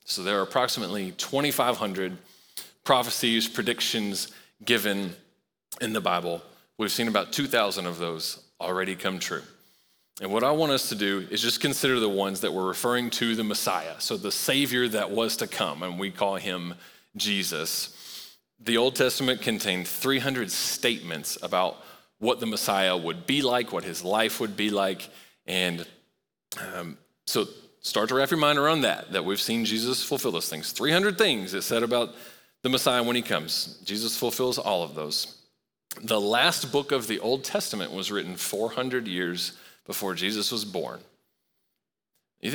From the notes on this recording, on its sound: Recorded live at Long Hollow Church on October 24, 2023.